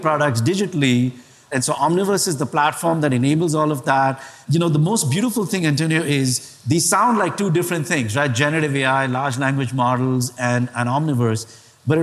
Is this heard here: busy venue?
yes